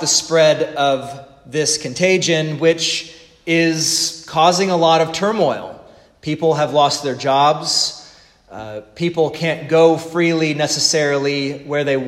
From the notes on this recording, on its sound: The sermon preached at the Divine Service